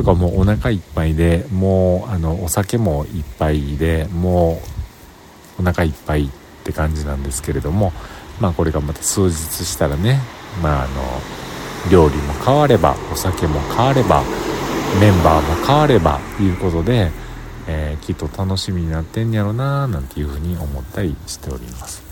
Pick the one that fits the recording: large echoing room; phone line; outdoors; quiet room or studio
outdoors